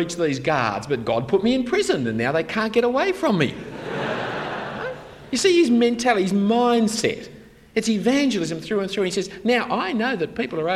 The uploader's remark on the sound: Talk 1 of 5 given at an AFES 2015 Conference on Evangelism for university students.